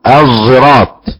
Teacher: خلط الحرف بحرف مثل الصراط، نقراها الزراط، خلط الصاد بالزاي